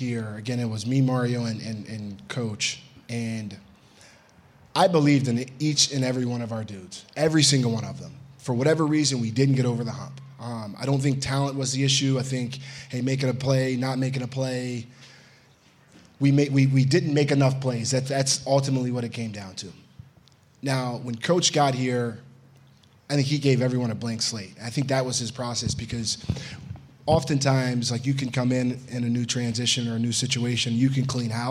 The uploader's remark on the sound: Musketeer Report Live from Dana Gardens